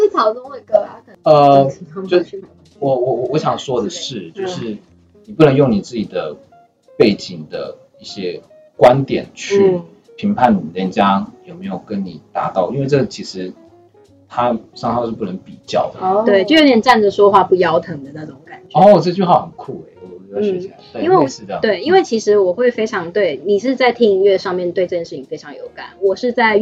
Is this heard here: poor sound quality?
yes